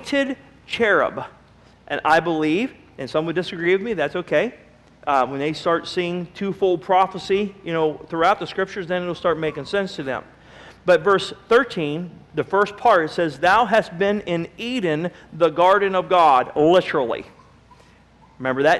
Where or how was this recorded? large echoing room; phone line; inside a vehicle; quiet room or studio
large echoing room